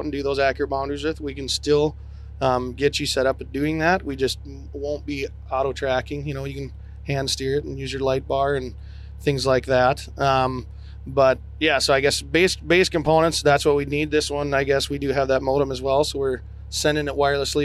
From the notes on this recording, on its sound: In this special episode recorded at Field Technology Days this Fall.